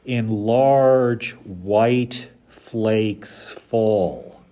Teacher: So notice that you get four stresses in a row there.